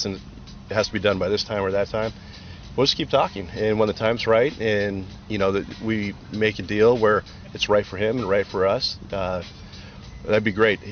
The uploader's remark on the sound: Live From ACC Kick-Off. Gets off the bus live at ACC Kick-Off.